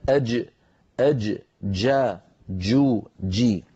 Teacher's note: الجيم أيها الإخوة الكرام حرف من وسط اللسان، هكذا تنطقه العرب، ومخرجه مقفول تماما